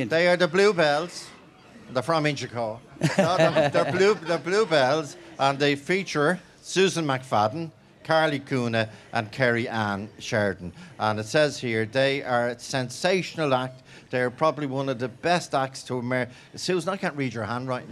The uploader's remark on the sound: Live From Grafton Street